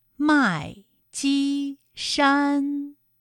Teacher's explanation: 麦积山也是先四声，后面两个音都是一声。麦积山，一声和四声组合的词语啊，非常容易发不到位，因为一个声调在上面，另一个声调是要降下来。为什么有的人说话很清晰呢？除了音色之外，最重要的就是声调的调值都发到位了。那么一声和四声这两个声调啊，它们确实离得很远，需要我们不怕麻烦，每一个音都发到位，美妙动听的声音就能够发出来了。这两个音调呢，也能够很好的去练习口腔的开合度。